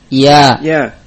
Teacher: Ya keluar dari wasatul lisan, dari tengah lidah, ma'al hanak, ma'a ma yuhadhihi minal hanak, dengan langit-langit yang tentunya yang sejajar dengan bagian tengah lidah.